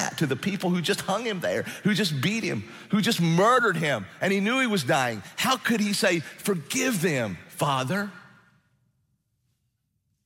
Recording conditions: large echoing room